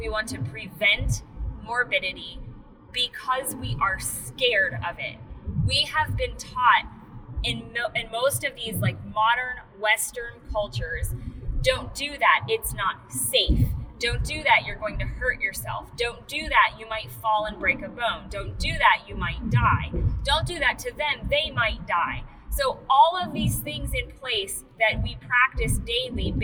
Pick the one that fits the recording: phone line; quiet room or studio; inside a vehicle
inside a vehicle